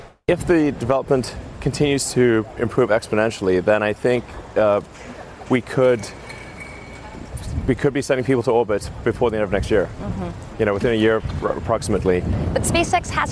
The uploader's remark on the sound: Live from the New York Stock Exchange.